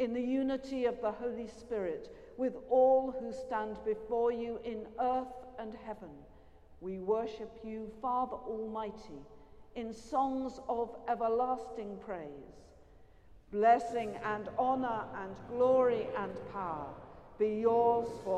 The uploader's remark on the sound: Has been collated from archive live music recordings together with prayers, sermon and readings for the appointed day specially recorded in church and in people's homes.